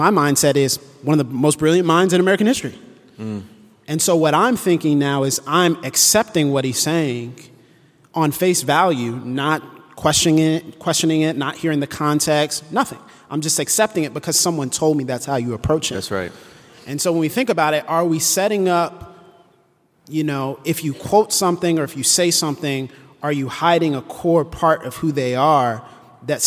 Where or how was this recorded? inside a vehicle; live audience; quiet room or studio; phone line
live audience